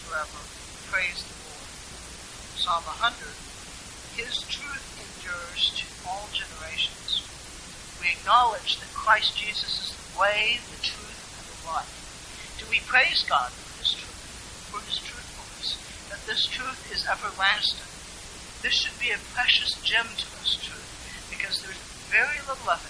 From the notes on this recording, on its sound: Apologies for the poor audio quality.